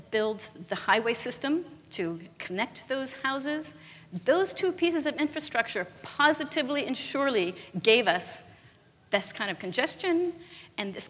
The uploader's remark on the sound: live interview from GreenBiz events